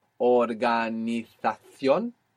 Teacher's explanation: So you have a word like organization, that Z as well is going to sound like an S or a th.